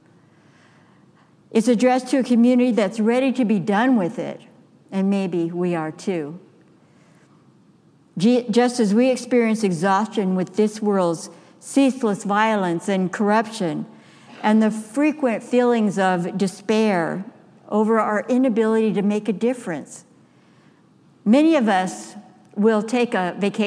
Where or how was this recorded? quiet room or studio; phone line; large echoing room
large echoing room